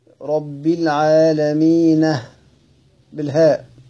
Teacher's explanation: رب العالمين، كلمة العالمين فيها قراءات، لأنها جمع المذكر السالم، وسيدنا الإمام يعقوب يقف عليه بهاء السكت